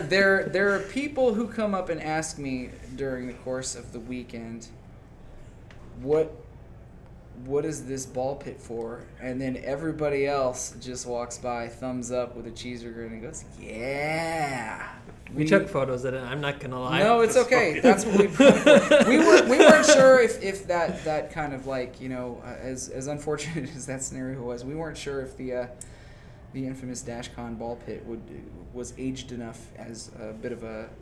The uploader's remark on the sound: Live at Anime Magic 2019 Interview.